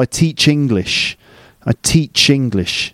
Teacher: the ch at the end of teach and the ing at the beginning of English combine and you get ching. · Term: consonant to vowel linking